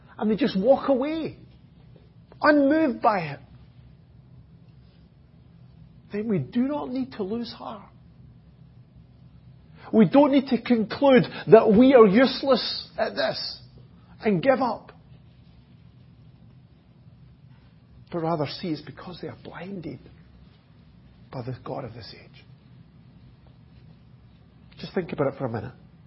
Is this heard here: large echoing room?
yes